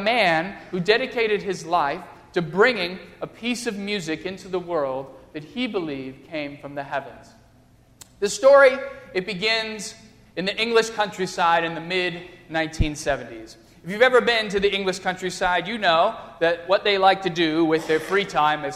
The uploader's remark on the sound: during the Crossroads service (9:30 am) on Sunday, December 6, 2015, at First Presbyterian Church of Arlington Heights, Illinois.